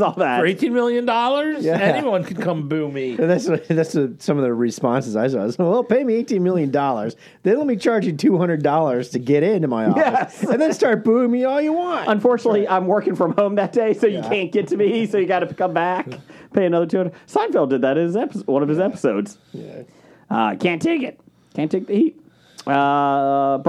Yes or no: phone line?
no